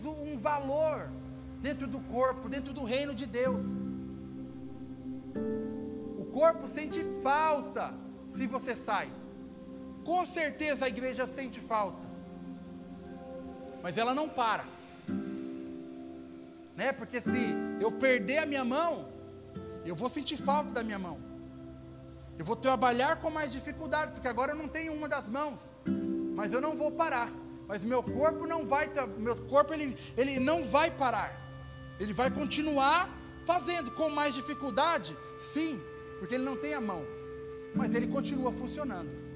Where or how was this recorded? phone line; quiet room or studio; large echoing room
large echoing room